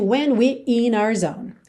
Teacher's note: Essa última frase, when we're in our zone, você nem ouve esse RE de we're. Soa praticamente when we're in our zone, Ok?